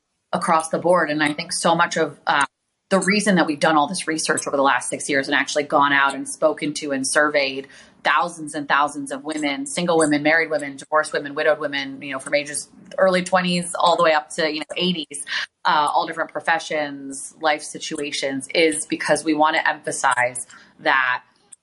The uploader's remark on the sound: recorded live on Fireside